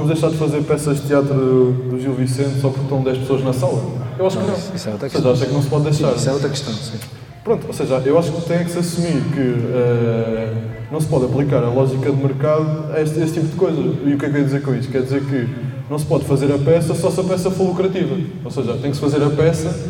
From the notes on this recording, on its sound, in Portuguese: gravado em direto a partir do festival Rabirruivo em Tomar